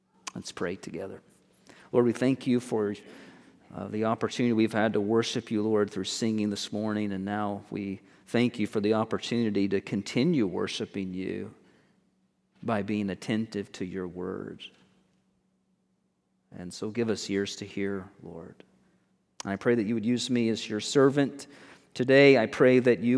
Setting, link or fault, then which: setting, large echoing room